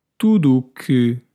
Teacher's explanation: notice the U disappears